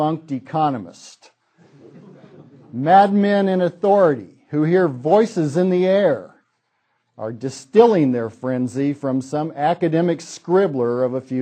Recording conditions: large echoing room